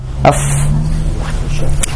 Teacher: Batni syafah sama batni syafah sama atraf sanail ya ujung gigi atas sama badan bibir bawah